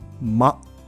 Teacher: 母音が短くちょっと奥に入ってくぐもったような感じになりませんか